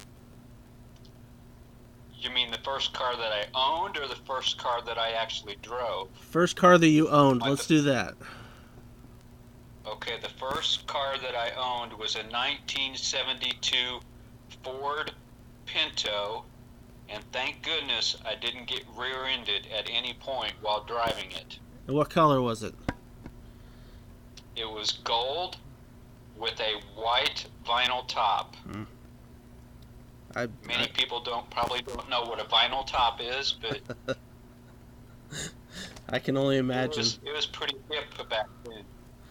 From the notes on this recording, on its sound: Through What Sounds Like A Tin Can and String. My microphone sounded like crap.